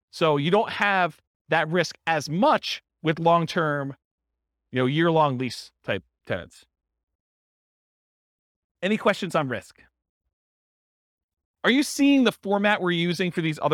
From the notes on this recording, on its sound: This was a live class recorded